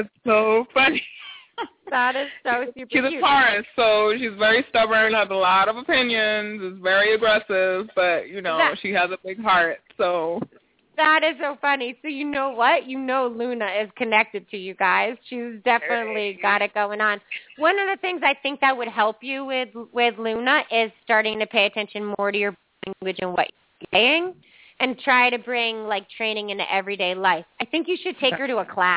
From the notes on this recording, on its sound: open up the lines for listeners to call